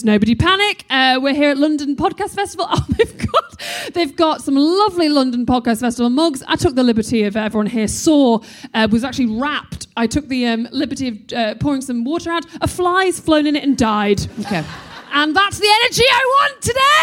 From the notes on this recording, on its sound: Live at the London Podcast Festival. Recorded by London Podcast Festival.